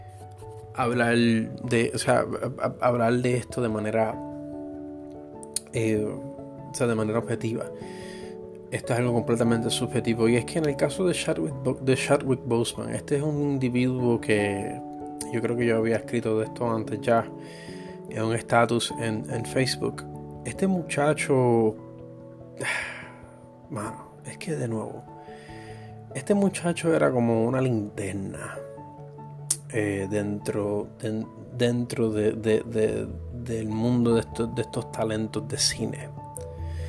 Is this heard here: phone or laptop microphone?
yes